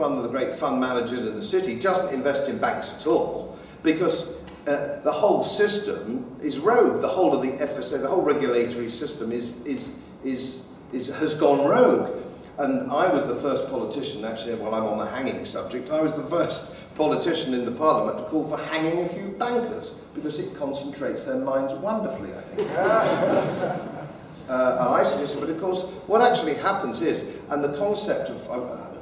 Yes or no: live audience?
yes